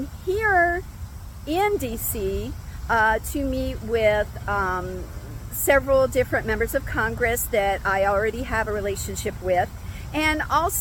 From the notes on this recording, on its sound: Filmed live from outside the US Capitol in Washington, DC